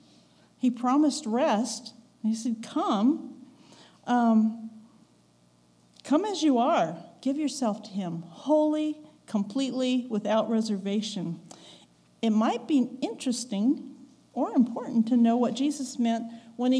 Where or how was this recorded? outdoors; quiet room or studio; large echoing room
large echoing room